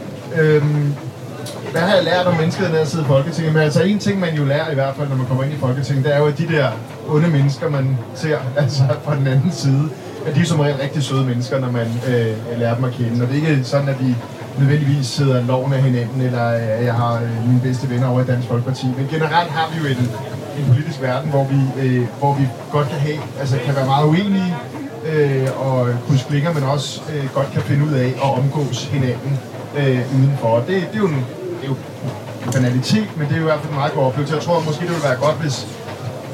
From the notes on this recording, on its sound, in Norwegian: (dårlig lyd).